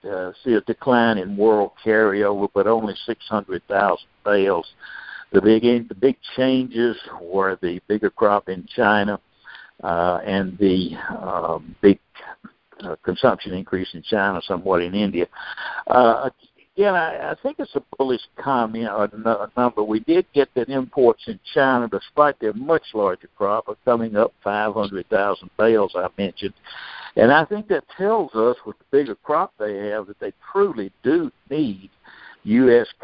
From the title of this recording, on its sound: Monthly Conference Call